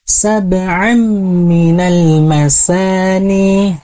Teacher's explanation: Di sini pun kita bertemu dengan idgham bi gunnah, yaitu ada tanwin yang bertemu dengan huruf mim, maka kita harus meleburkan huruf saba'an ke huruf mim